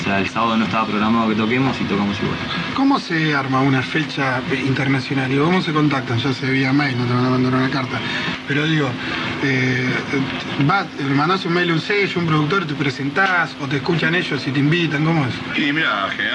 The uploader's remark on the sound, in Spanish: tocando en vivo en La Respuesta